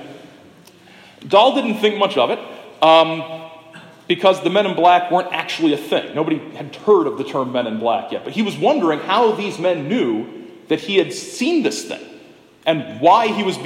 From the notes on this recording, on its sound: This is the talk I gave on September 30 at the 50th Anniversary Festival commemorating the Shag Harbour UFO Incident in Shag Harbour, Nova Scotia.